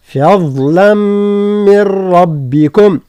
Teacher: ترقيق الفاء وتفخيم الضاد